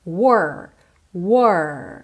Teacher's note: esse R é com a língua enrolada